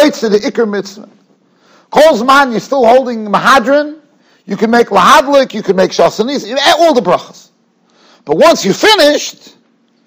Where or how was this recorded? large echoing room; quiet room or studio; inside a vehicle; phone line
large echoing room